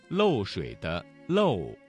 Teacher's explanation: 嘴唇要逐渐收拢，舌根抬高，口型由大圆到小圆